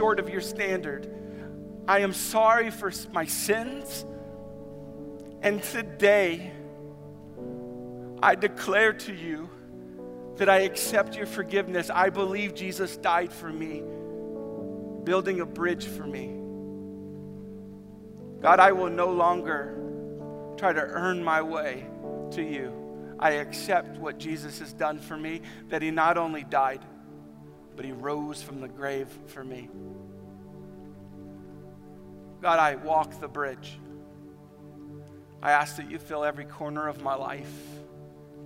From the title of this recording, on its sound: Easter at the Civic Center